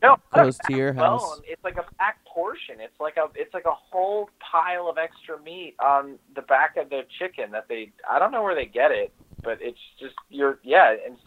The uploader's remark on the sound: No one has ever stayed on the phone so long without hanging up on us.